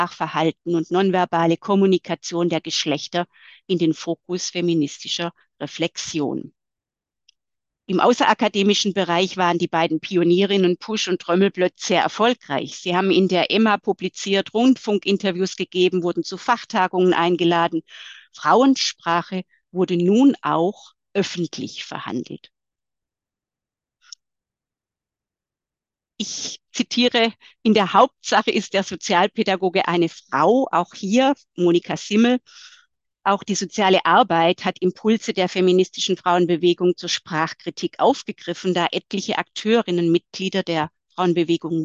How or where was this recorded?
video call